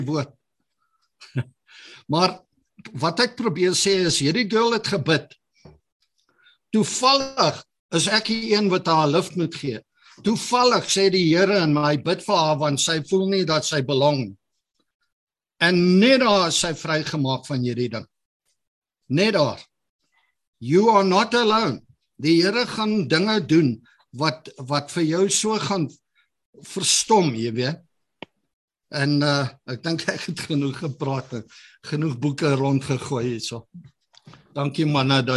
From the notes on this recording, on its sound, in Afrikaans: Manne van die Woord Zoom Byeenkoms.